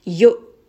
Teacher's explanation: So you hear there's a little bit of that jerking sensation, a little bit of that immediate cutoff. · Term: jerk from the throat